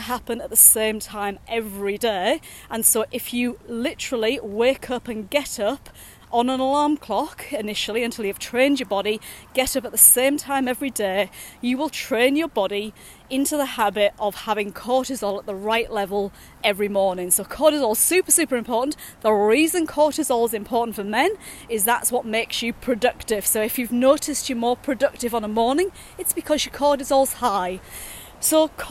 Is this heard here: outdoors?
yes